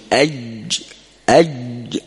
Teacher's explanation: فهذا هو الشديد، أج أج انحبس. أج عند ملامسة وسط اللسان بوسط الحنك خلاص ينغلق، فهذا الانغلاق ما يكون معه جريان للصوت · انظر إلى مثلا الجيم، يرتفع وسط اللسان في وسط الحلق أو في وسط الحنك، وسط اللسان يرتفع إلى وسط الحنك فينغلق إيش؟ المخرج. فلما ينغلق المخرج ينحبس الصوت، ما عاد يخرج الصوت.